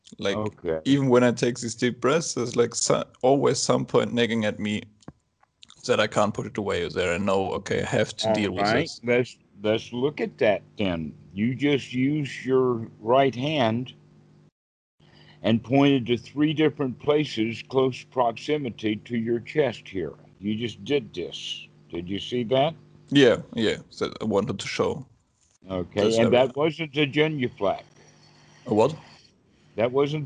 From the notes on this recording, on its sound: skype calls